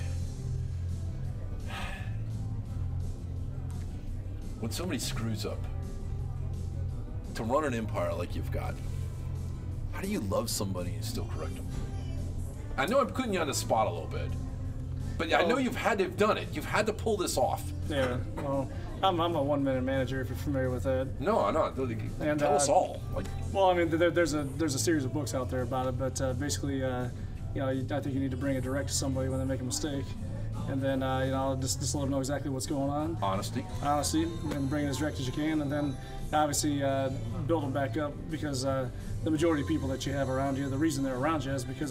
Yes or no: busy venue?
yes